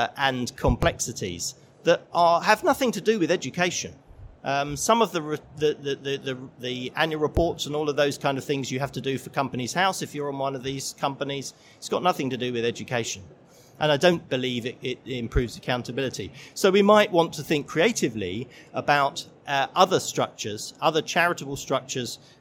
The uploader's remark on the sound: This session was recorded live on 14th November 2019 in the MAT Summit of the Schools & Academies Show at the NEC in Birmingham.